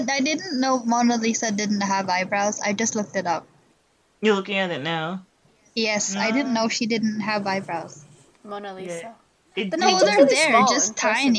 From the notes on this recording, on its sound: The audio in this episode may not be stellar.